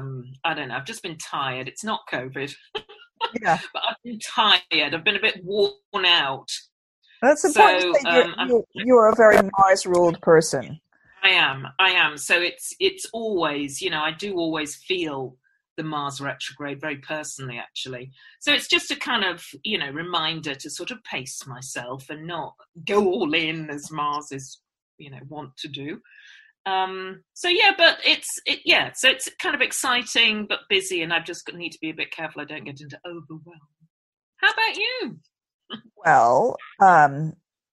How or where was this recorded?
video call